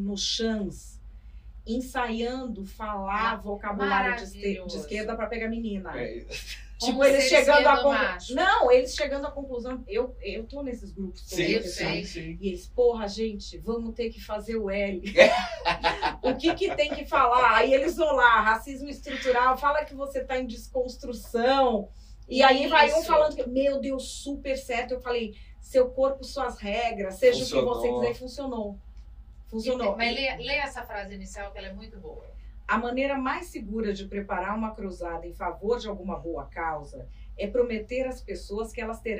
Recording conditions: poor sound quality